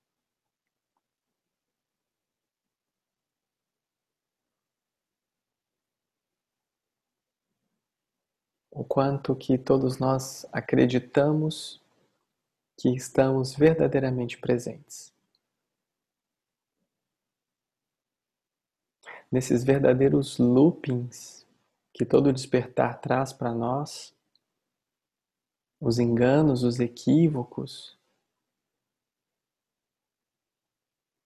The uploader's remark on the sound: Online via Zoom